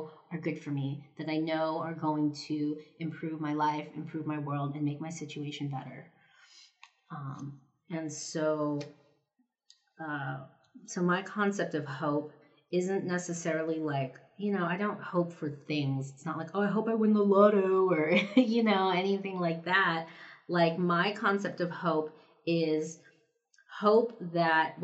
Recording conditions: poor microphone